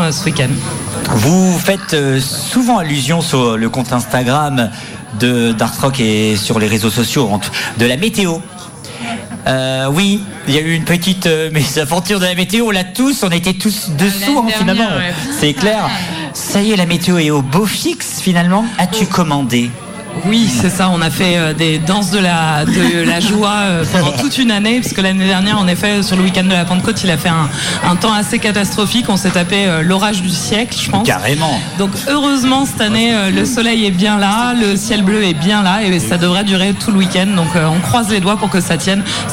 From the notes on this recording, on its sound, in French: En direct du Festival Art rock